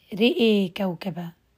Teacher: لو جاء بعدها متحرك يمال كليهما الراء والهمزة وجها واحدا · Term: إمالة